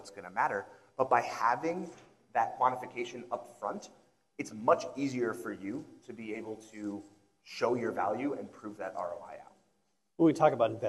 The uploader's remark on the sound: joined on stage for a fireside discussion